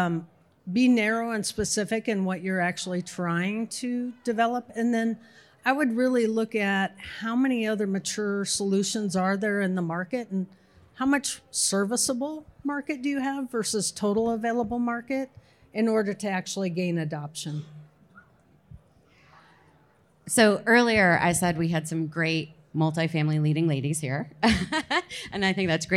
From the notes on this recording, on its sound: Recorded before a live audience at the 2022 OPTECH Conference & Expo in Las Vegas.